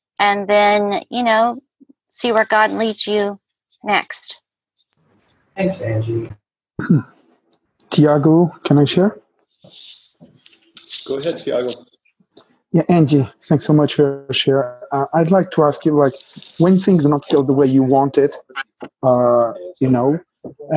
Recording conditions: video call